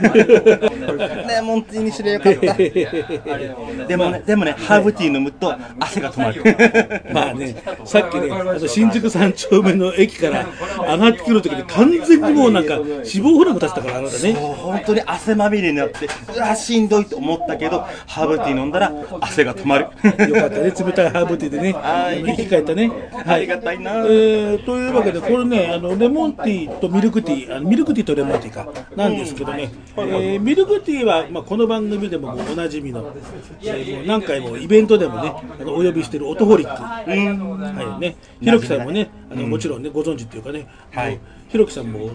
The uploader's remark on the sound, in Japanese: ホモ本ブックサロン・ド・テ「オカマルト」 にお邪魔して、おいしいお茶とお菓子とか果物をいただきながら収録しました。